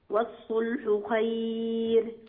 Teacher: الراء ساكنة قبلها ياء ساكنة فهي مرققة